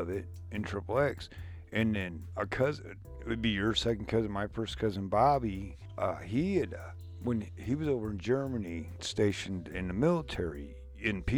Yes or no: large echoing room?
no